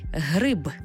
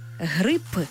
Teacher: Для цього запросімо слово-модель «гриб» з буквою «б». Але якщо ми звук «б» змінимо на глухий «п», вийде зовсім інше слово